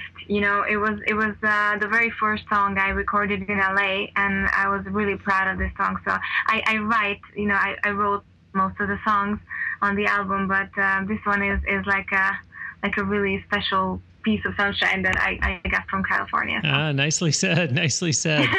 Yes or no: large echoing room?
no